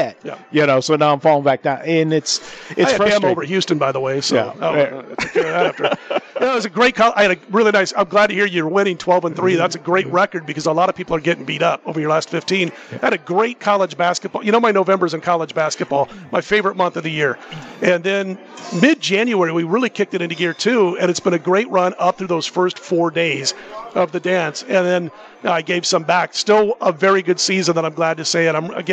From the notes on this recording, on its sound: Live From Super Book at Westgate